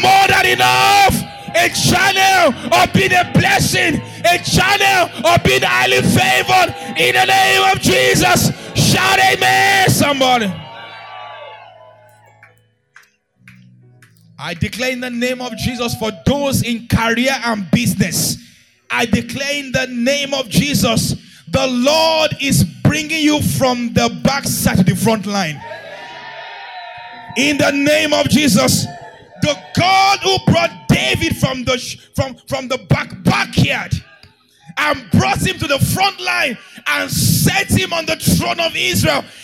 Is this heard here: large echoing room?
yes